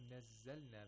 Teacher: You don't say nazzalna, you say nazzalna. You hold the first z and then you pronounce the second z, and this is with tashdeed.